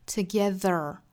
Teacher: together 这个词美音发成卷舌的 together